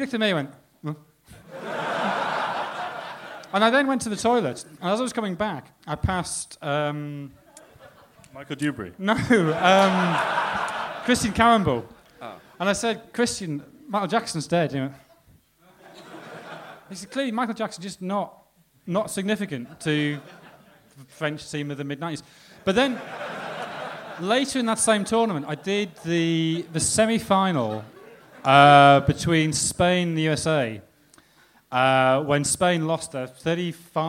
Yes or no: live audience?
yes